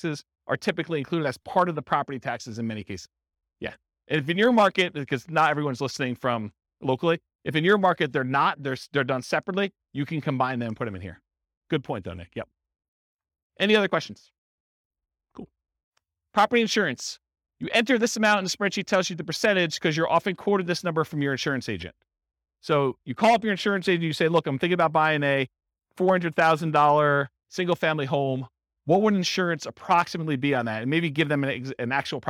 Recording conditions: live audience